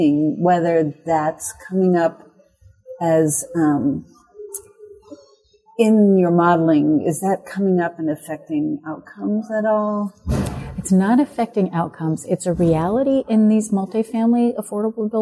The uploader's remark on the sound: recorded at the Passive House Canada Conference